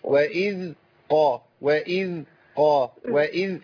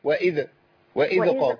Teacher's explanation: أخلص صوت الذال الأول وبعدين أنتقل إلى القاف · Shown in: first take